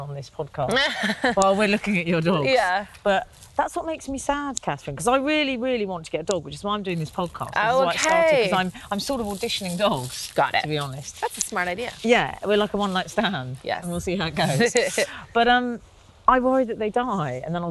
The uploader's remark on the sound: goes out for a stroll